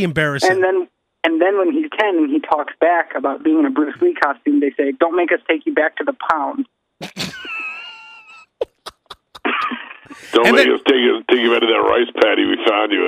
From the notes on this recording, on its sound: Long drive phone conversations